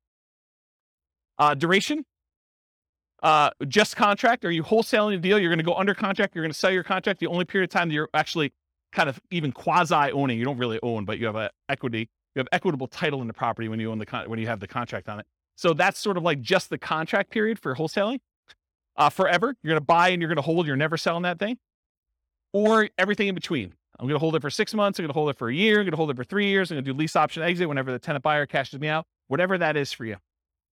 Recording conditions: live audience